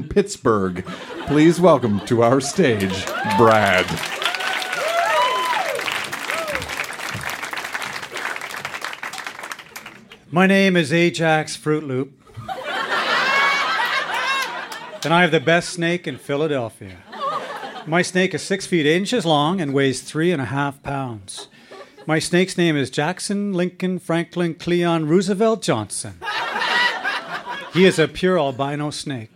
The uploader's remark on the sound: Recorded live at Yuk Yuk's in Ottawa, ON.